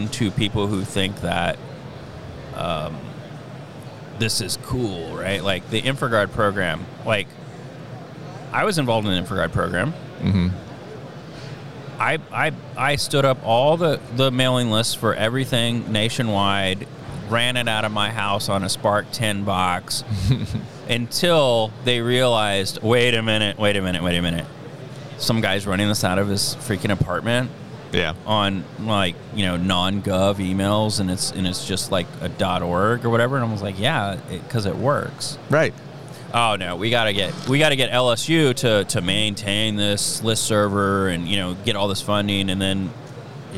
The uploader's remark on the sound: Recorded from the floor of the National Cyber Summit